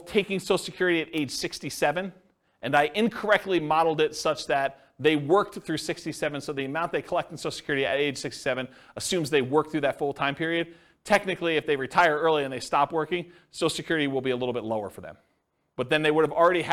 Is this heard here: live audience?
yes